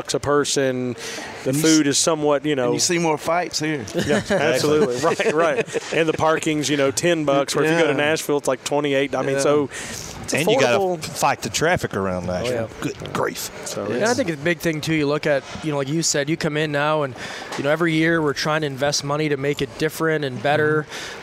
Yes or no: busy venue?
yes